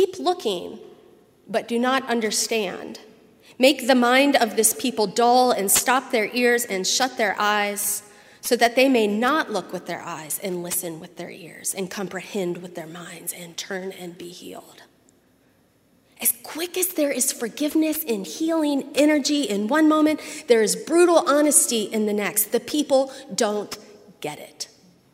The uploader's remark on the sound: at Highland Baptist Church, Louisville, Kentucky